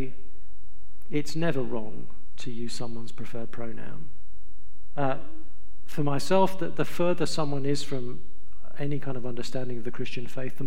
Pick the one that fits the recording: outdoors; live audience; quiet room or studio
live audience